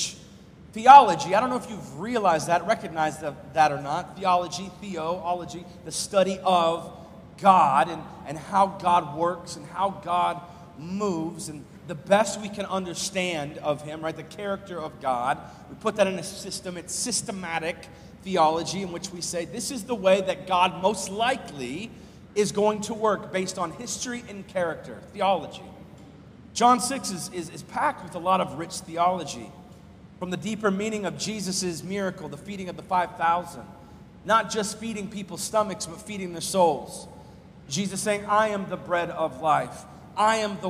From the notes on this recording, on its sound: Live from Covenant Church!